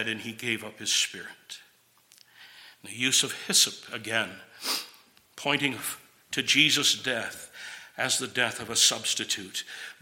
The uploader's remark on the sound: This sermon was preached at Twin Cities Bible Church, St. Paul, MN.